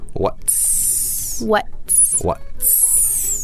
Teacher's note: make sure you pronounce the T. Mm. By moving your tongue to the roof of your mouth and then pronounce the S.